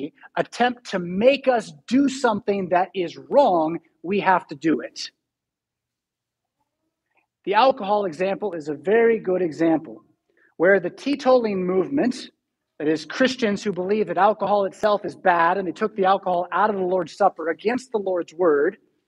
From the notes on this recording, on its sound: Preached at St Paul Lutheran Church , Rockford, Illinois on July 24, 2022.